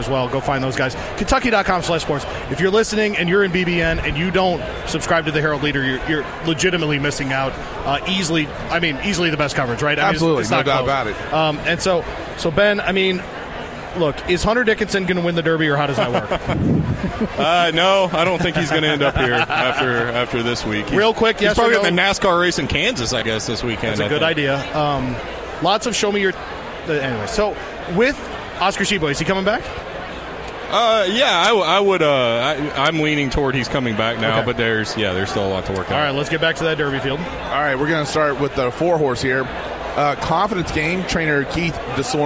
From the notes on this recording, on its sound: live from Churchill Downs